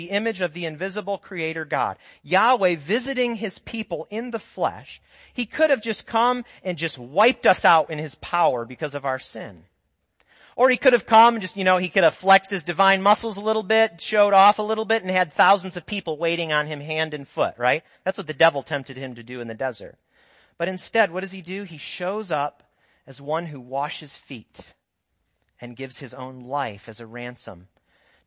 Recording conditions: large echoing room